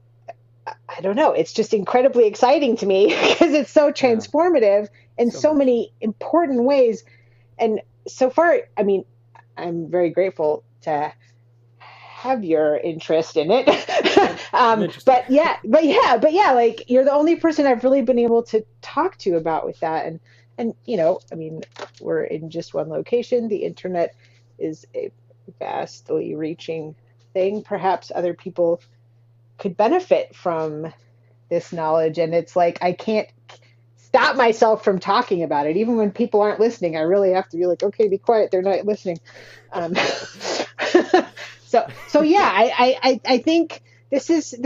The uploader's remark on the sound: Please bear with me and my friend as we figure out all this podcasting stuff from the grass roots, (Mic levels, clinking ice cubes, how to string together an episode).